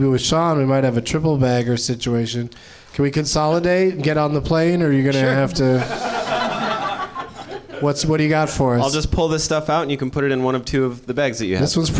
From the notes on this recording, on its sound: Live from the NerdMelt Showroom in Los Angees